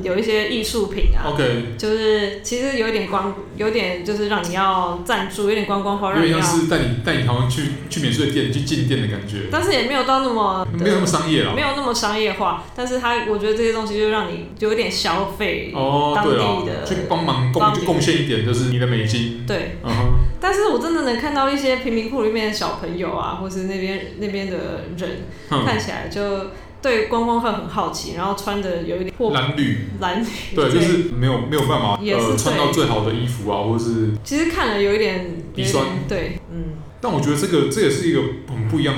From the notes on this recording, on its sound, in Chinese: 本集白噪音指數：蚊風級 1/5。錄音地點：某某咖啡 - MOMO Coffee Bistro。